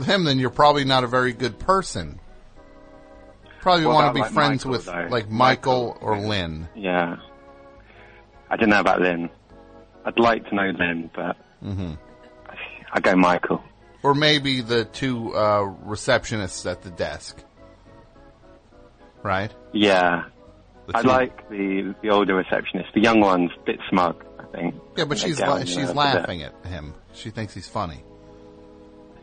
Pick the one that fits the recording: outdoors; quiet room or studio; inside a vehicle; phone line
phone line